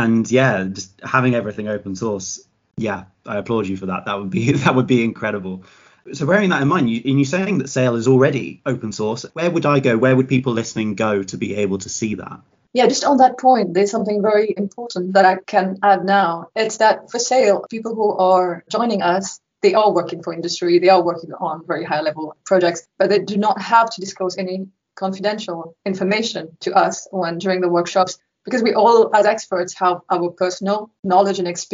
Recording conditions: video call